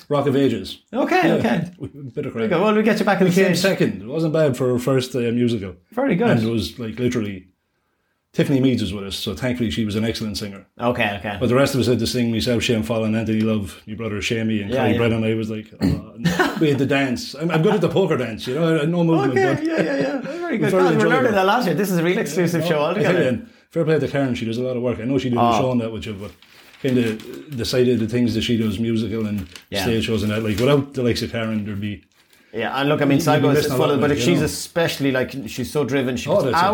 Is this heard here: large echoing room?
no